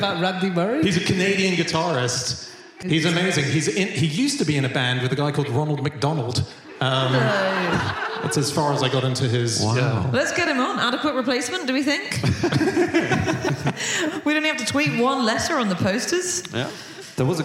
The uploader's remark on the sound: Live from Birmingham it's the Fish Christmas Special!